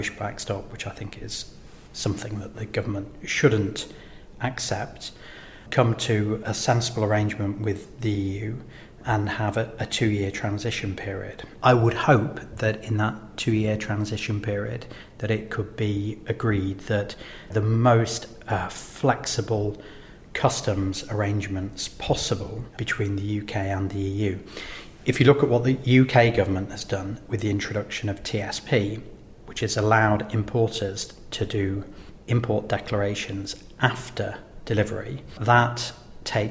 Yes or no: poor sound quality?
no